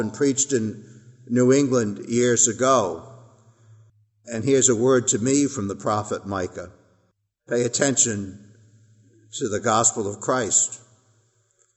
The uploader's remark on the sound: Our worship service at the Old First Church in Bennington, Vermont.